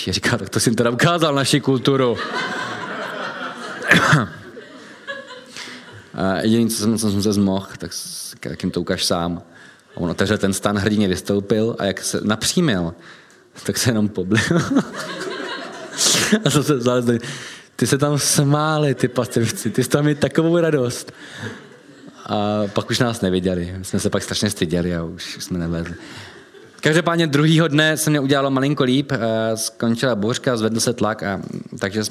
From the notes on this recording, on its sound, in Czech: Science Café v prostorách společnosti Etnetera, hlavního partnera SC. Do dvou částí jsme proto rozdělili i zvukový záznam tohoto Science Café.